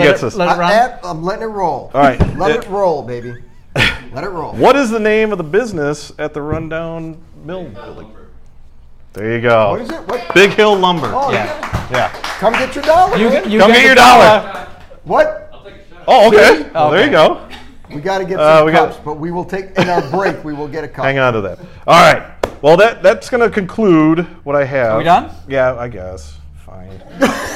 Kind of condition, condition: setting, live audience